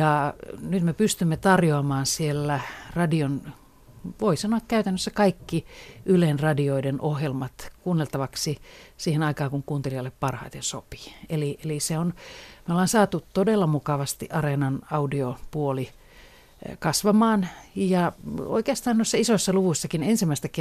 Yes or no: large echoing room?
no